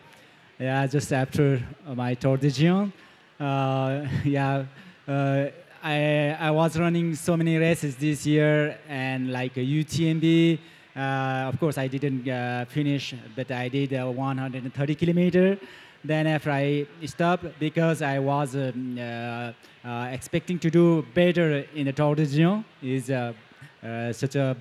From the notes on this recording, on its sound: VMM 2023 - Pre Race Interviews. We are joined on stage at VMM.